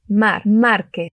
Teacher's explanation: La R suena un poco vibrante